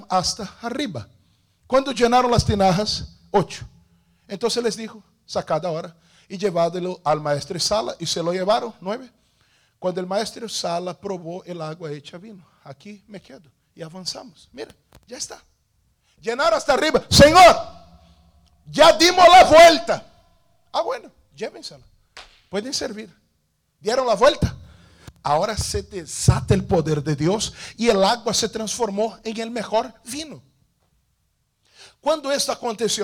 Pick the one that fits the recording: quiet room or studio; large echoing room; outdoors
large echoing room